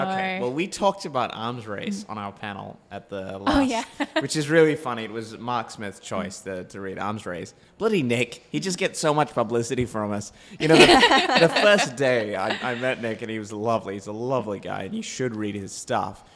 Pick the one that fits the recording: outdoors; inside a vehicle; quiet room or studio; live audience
live audience